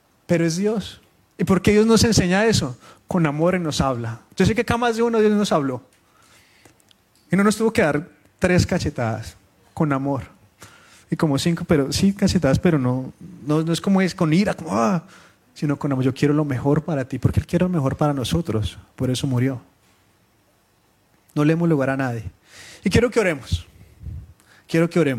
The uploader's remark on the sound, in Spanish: Reunión Familiar en vivo lanzada por Facebook Live el día 18 de Febrero de 2023 en la Familia-Iglesia de Sydney, Australia